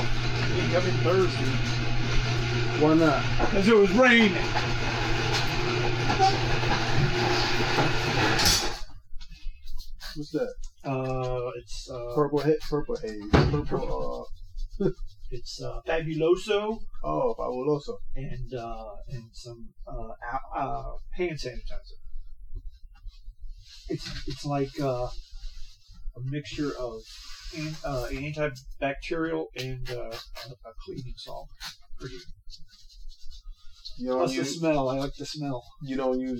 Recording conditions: poor sound quality